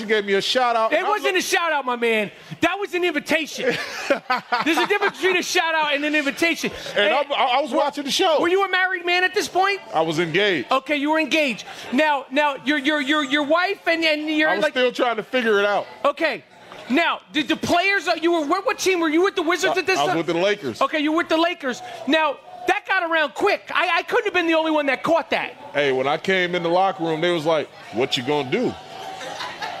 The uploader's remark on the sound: Recorded LIVE in front of a packed crowd at TuneIn Studios in Austin, TX!